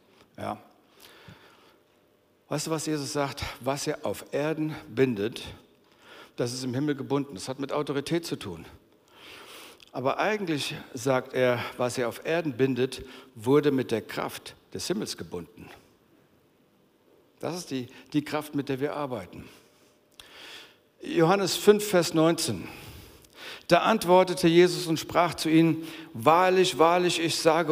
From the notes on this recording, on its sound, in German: aus unserem Gottesdienst